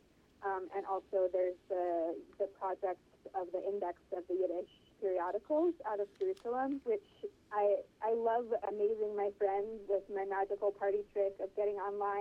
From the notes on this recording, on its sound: She joins us on the phone from Paris